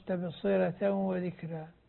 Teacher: لاحظنا الراء هنا أيضا مرققة عند ورش